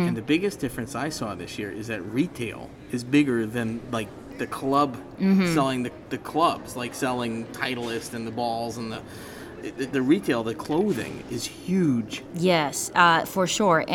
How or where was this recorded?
busy venue